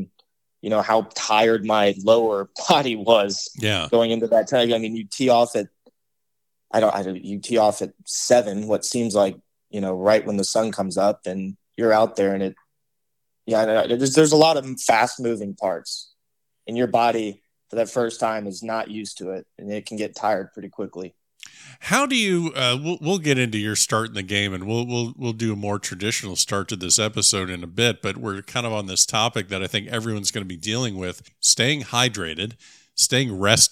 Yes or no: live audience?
no